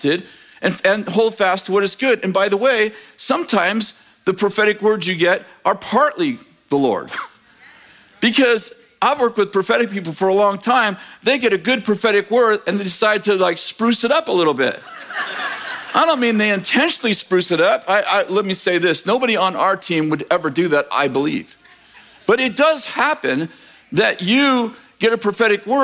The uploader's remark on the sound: In this message from July 9th, 2023, at Bethel Church in Redding, CA